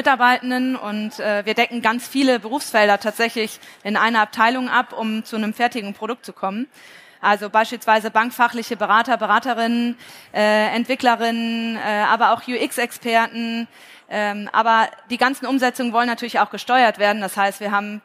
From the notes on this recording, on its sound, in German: Live vor Ort vom FI-Forum in Frankfurt